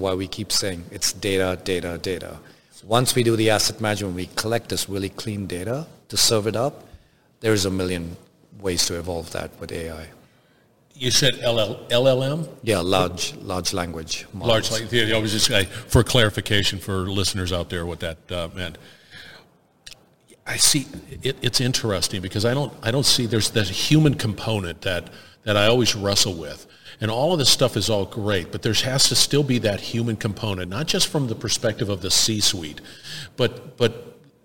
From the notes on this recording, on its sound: Industrial Talk is onsite at Hexagon LIVE